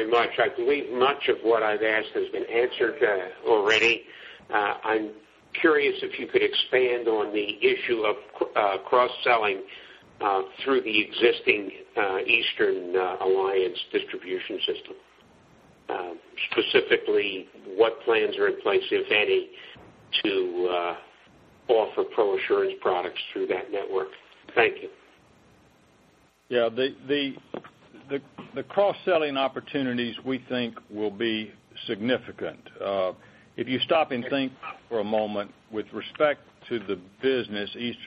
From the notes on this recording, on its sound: ProAssurance Corporation To Acquire Eastern Insurance Holdings Conference Call.